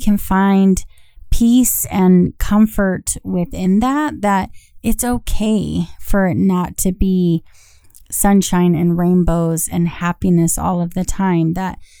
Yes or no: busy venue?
no